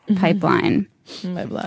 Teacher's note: hear the way her voice kind of creaks on the word pipeline · Term: vocal fry